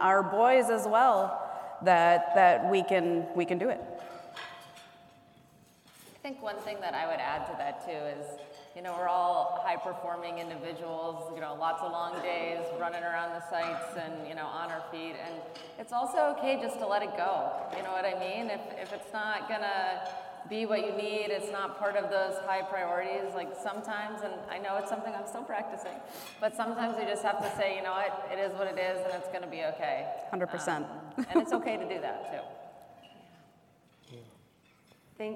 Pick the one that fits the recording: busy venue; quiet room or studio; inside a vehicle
busy venue